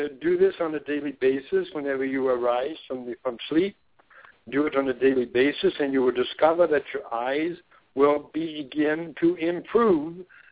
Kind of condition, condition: link, phone line